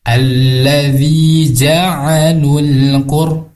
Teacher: Karena ada alif lam bertemu dengan qaf atau bisa disebut dengan idhar qomariyah. Artinya bunyi lam sukunnya dibaca dengan jelas.